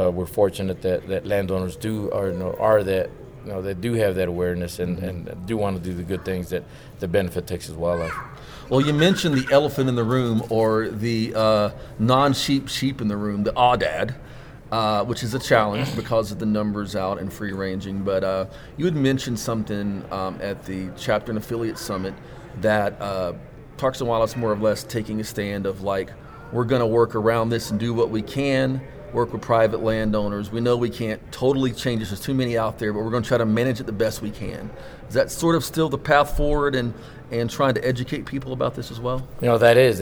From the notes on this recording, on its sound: Recording live from the floor of the Wild Sheep Foundation's "Sheep Show"